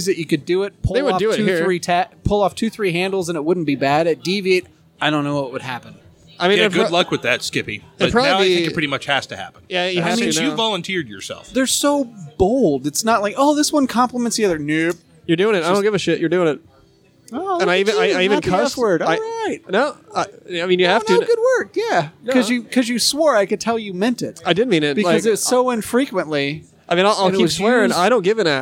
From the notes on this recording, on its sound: OHHAP Live from Deviate.